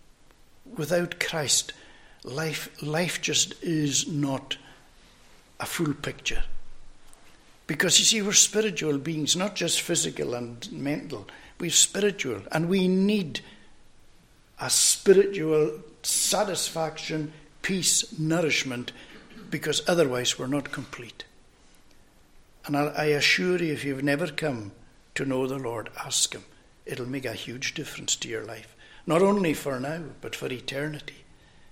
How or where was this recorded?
large echoing room